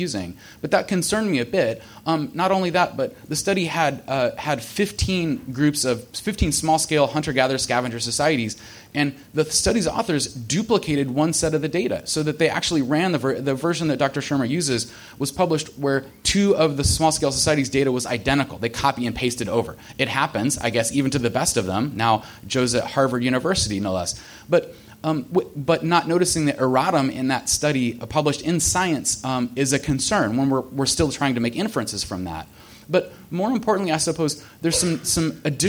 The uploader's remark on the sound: At California State University, Fullerton. The discussion is divided into opening statements, a period of exchanges among discussants, questions from the live audience, and closing statements.